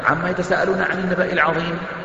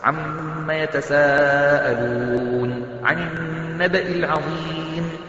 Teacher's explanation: على الأقل تغن الميم وتمد المد الواجب المتصل · Shown in: second take · عما يتساءلون عن النبأ العظيم، لابد أن يكون هكذا، هذا كحد أدنى.